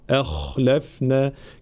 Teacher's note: ترقيق الهمزة وتفخيم الخاء